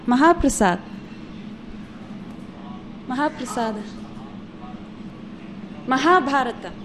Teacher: It's not Maha, it's Maha. You land on the second syllable because it is long. It has long A.